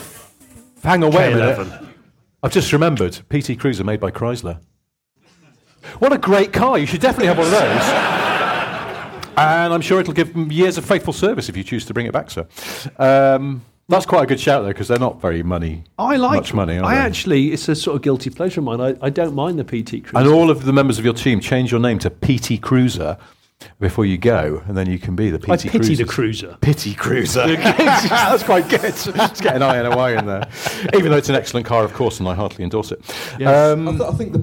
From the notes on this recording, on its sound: Audience questions live from Coventry. In their second live recording at Stellantis HQ.